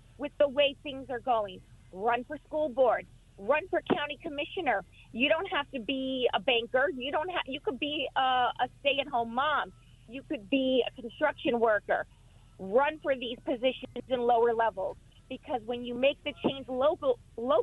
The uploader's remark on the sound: talks to a first time caller